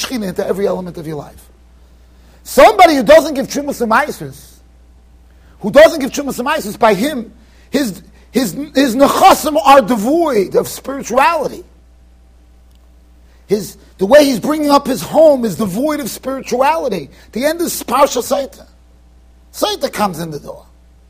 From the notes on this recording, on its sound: Shiur recorded in Yeshivas Ohr Reuven, Monsey NY.